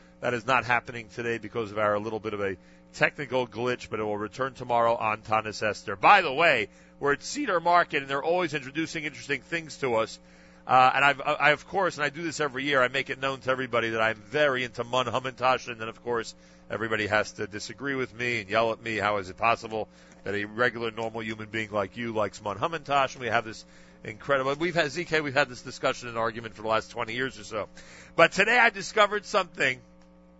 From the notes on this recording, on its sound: Live Remote Alert! JM in the AM live from Cedar Market in Teaneck, NJ. Presented an amazing Bergen County pre-Purim celebration live at Cedar Market in Teanack, NJ this morning.